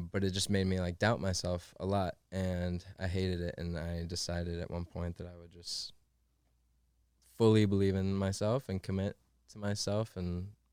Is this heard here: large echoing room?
no